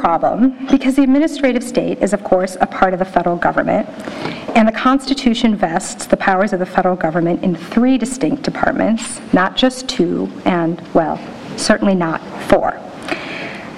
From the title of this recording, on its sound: NYU Rule of Law Symposium Keynote Address